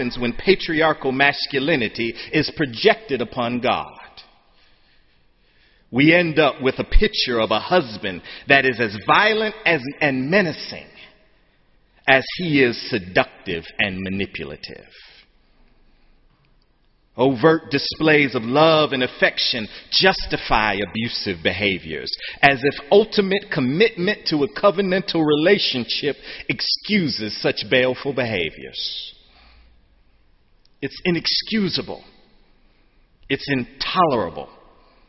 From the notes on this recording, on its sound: Sermon on Senior Sunday, the Last Sunday of Spring Term, May 26, 2013, in the Memorial Church.